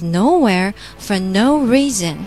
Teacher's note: 一个是 nowhere，一个是 noreason，这两个 no 我们要把它强调啊